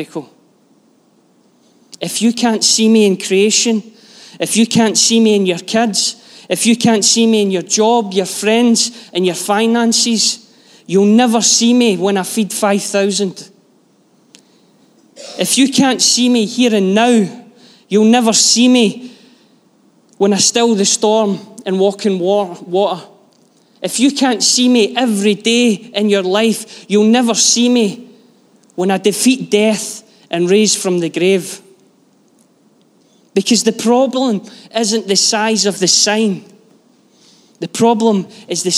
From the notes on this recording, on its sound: Live from our Sunday gathering on 21/05/23